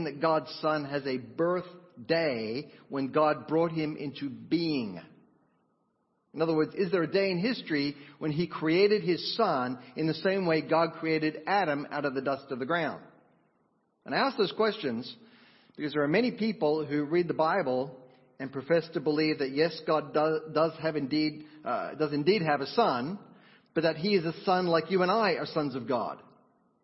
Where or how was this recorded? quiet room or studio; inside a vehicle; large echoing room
large echoing room